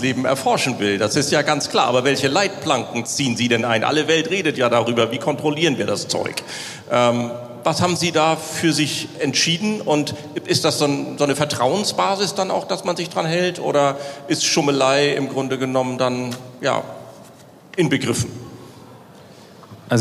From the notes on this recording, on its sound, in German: Die Diskussion findet auf der Bühne des Waterkant Festivals 2023 statt